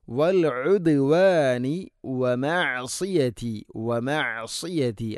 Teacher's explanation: ഐന് തൊണ്ടയുടെ മധ്യഭാഗമാണ് മഖ്റജ്, ശ്രദ്ധിച്ചുകൊണ്ട് ഓതണം